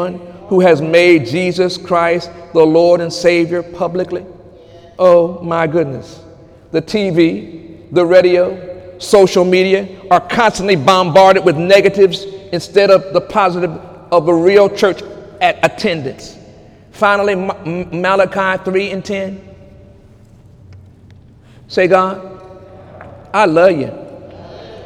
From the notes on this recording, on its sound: During Sunday morning service on June 24, 2018